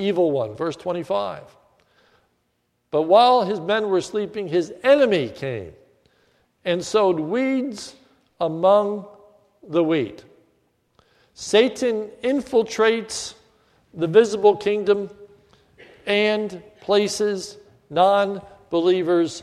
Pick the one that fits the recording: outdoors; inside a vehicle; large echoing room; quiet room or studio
large echoing room